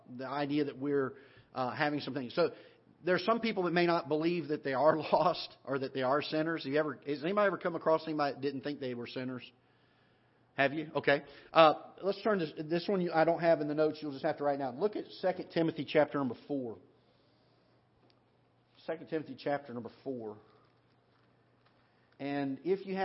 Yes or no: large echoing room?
yes